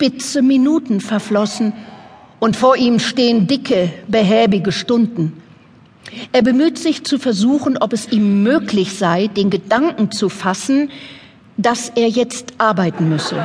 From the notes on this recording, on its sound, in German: Live-Event von der lit.COLOGNE 2014.